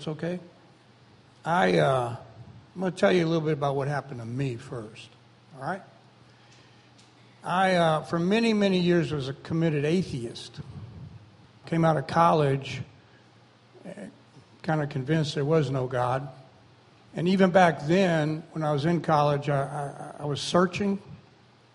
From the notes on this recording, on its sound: recorded on August 13, 2017, during Sunday morning service at Celebration Life Family Church